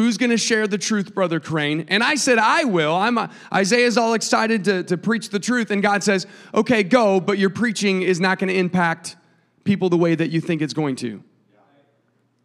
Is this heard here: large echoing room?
yes